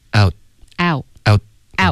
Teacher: 所以这个 t 的音省略大家要注意舌尖得顶上颚只是不要爆一个 t 的音出来